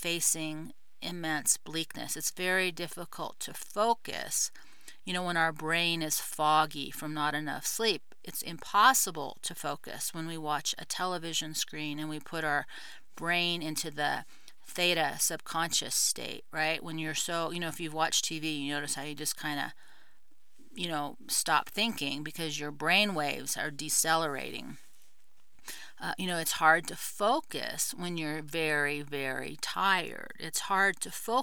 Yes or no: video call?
no